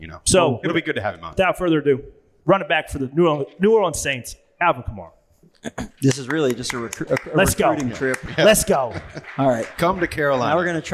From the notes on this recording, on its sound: live from Race Service in Los Angeles